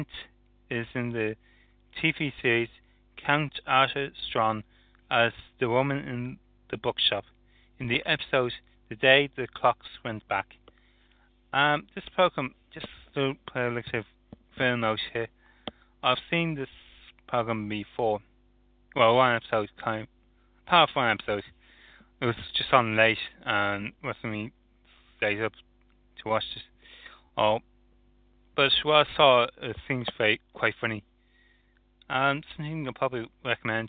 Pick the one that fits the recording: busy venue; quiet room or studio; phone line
phone line